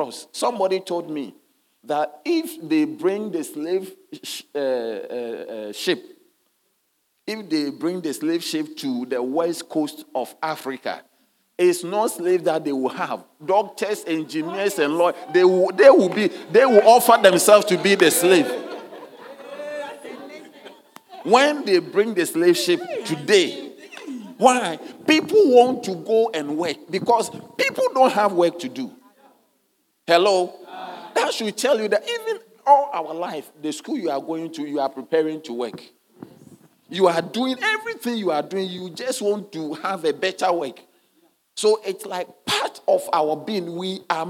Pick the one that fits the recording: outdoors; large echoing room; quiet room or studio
large echoing room